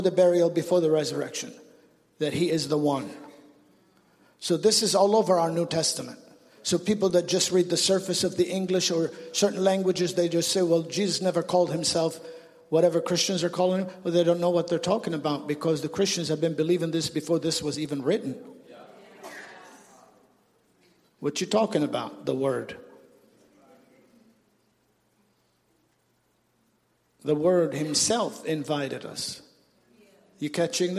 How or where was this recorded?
large echoing room